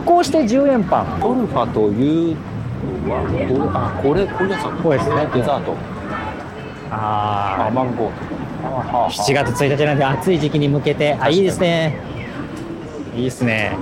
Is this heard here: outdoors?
yes